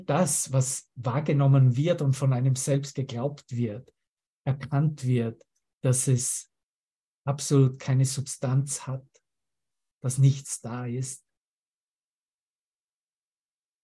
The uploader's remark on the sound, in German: Zoom-Session. Veranstaltet von der Aleph Akademie.